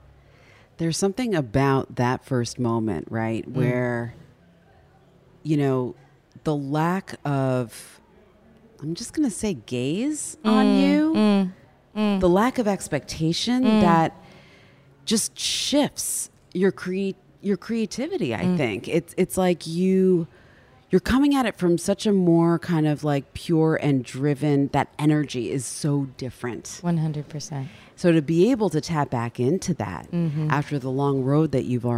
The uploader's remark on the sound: Live at Newport Folk Festival